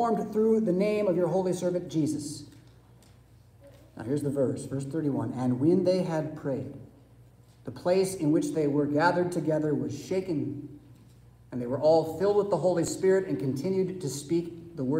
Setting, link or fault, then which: setting, large echoing room